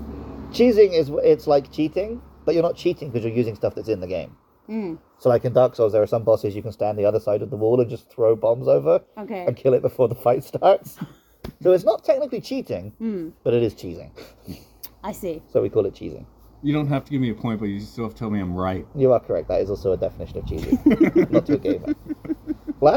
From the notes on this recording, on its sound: This episode was recorded in-person on the side of a temple